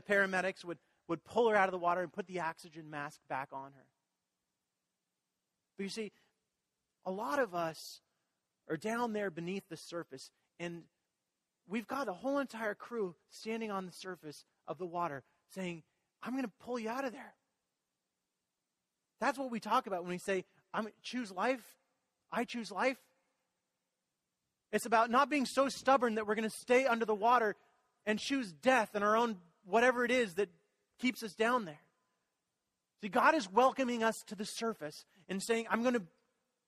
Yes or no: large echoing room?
yes